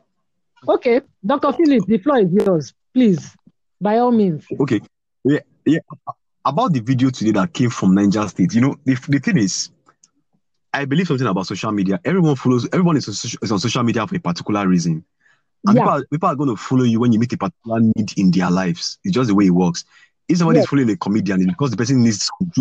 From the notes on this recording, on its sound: Our Village people network acts up again. Please forgive all the glitches and side talk. Via VPN=Village People Network.